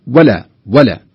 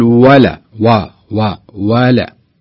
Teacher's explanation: لا قل ولا و و ولا. عط الواو زيادة اشبعها شوي عطها حقها بمعنى لا تختلسها اختلاسا · Shown in: second take · Term: حرف مدي